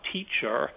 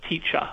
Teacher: in standard British English, you've tended to lose that final R, and so it's just teacher with a kind of a vowel sound at the end · Shown in: second take